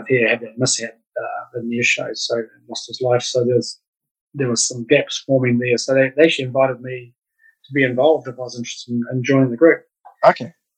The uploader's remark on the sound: Unfortunately the evening that we recorded this interview the Zoom connection was not quite as clear as it should have been, so apologies in advance for the audio quality.